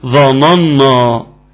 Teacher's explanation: ترقيق النون ده كان مهم قوي قوي